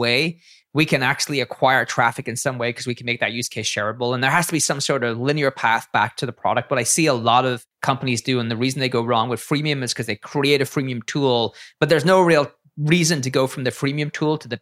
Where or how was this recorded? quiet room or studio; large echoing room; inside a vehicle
quiet room or studio